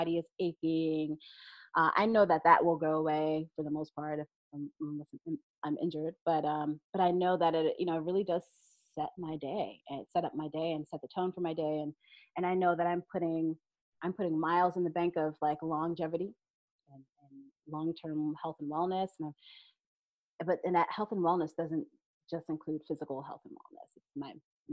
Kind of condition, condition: link, video call